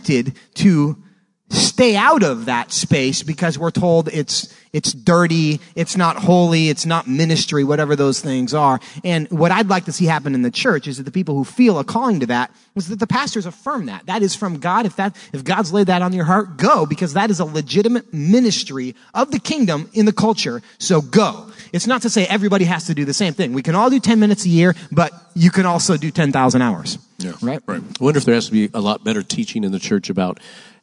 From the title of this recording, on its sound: Live at Trinity Church’s Conference